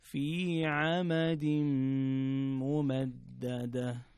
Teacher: في عمد ممددة عندنا تنوين جاء بعده حرف الميم، وهنا يكون الحكم إدغام بغنة